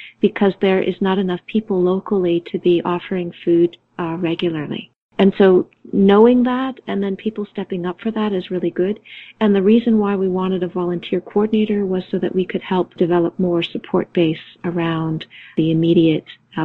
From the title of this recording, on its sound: Conference call